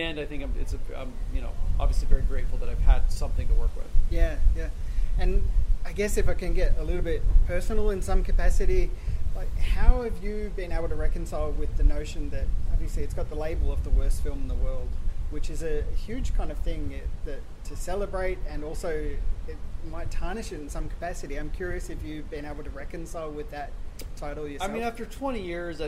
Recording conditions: wind noise